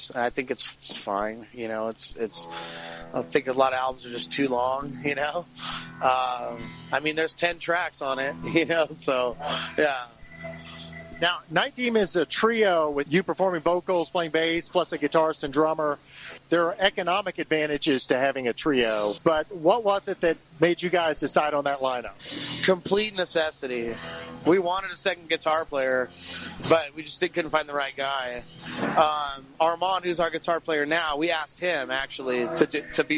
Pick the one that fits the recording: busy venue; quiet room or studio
busy venue